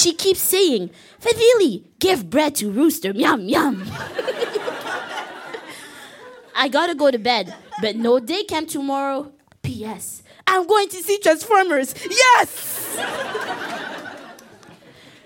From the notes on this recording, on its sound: Recorded live at Yuk Yuk's in Ottawa.